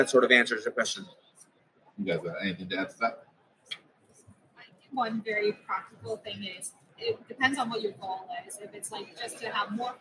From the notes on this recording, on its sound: Live from #DDW2023. We're live from Digestive Disease Week 2023! In our first-ever live recording. Answer live attendee questions.